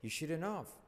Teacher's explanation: La T no se pronuncia, you shouldn't have. La V se hace casi como una F